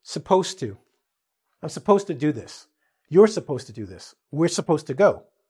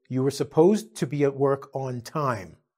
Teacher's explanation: And that's why many students spell it incorrectly and they drop off the D because they always hear suppose. When you're speaking quickly, we usually drop the U sound and we also drop the D sound. · Shown in: first take · So it comes out to supposed to.